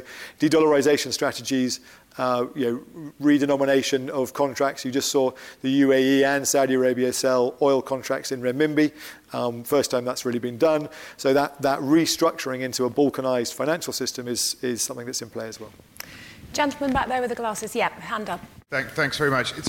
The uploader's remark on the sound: This episode was recorded live in front of an audience at the Brilliant Minds Showcase in London.